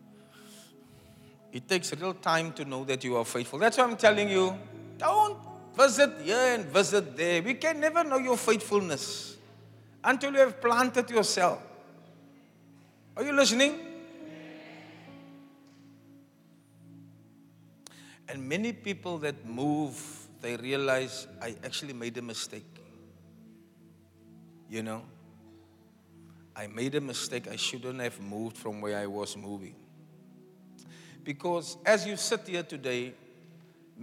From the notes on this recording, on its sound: Preached on Resurrection Sunday, at Zion Sanctuary, Cape Town on the 9th April 2023